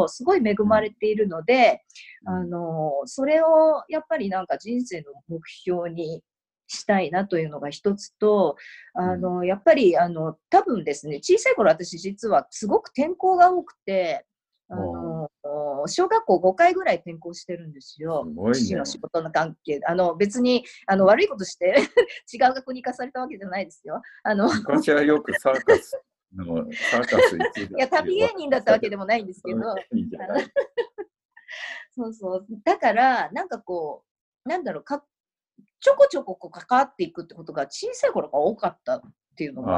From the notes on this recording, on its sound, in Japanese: 今回もZOOM収録でお届けです